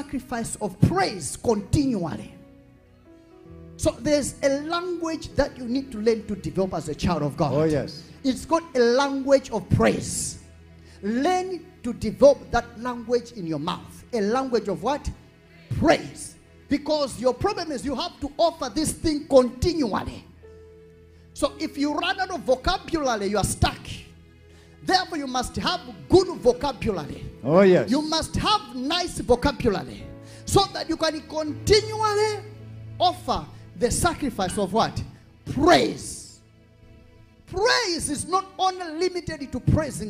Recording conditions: large echoing room